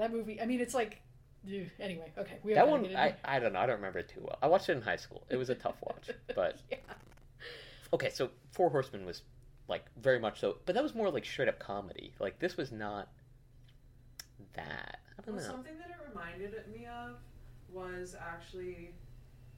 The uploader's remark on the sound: Recorded in person. The audio is a little rough here.